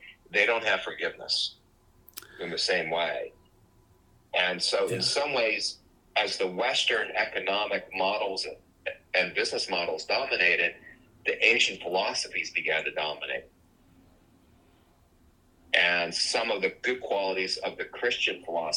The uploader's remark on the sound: This is a phone conversation I had with a new friend. Note, the sound quality was not the greatest.